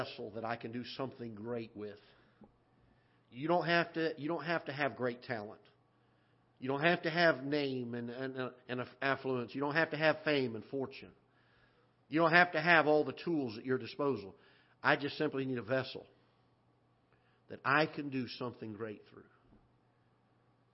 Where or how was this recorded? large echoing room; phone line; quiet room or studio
large echoing room